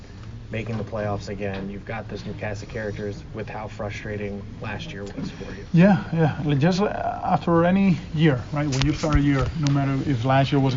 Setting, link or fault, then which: setting, busy venue